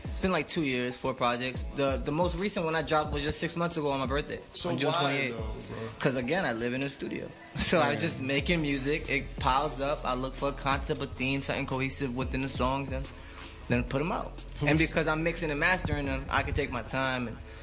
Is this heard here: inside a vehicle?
no